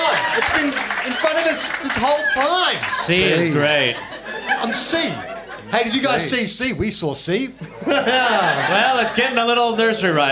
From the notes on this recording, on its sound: Live in Melb. Deliver a second show to another sold out crowd. Recorded at Basement Comedy Club on Exhibition St, Melbourne.